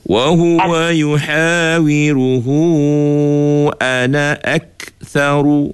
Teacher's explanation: Huruf kaf jangan bunyi suara. Dia angin saja.